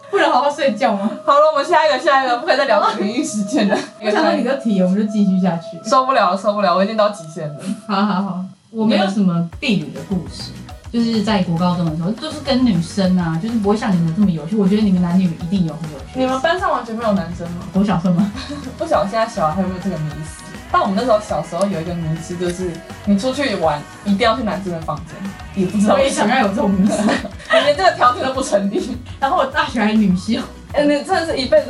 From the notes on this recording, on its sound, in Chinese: 本集收音有點小小的狀況，所以墊了音樂，但是有意外的聽覺效果。